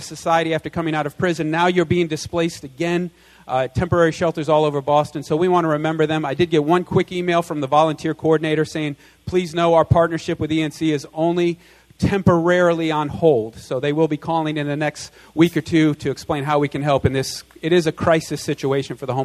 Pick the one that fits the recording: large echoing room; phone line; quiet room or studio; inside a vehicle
large echoing room